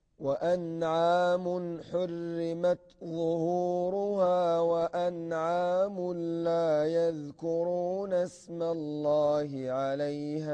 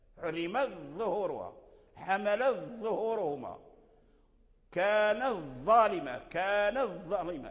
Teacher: فأظهر قالون تاء التأنيث عند الضاء وأدغمها ورش · Term: الإظهار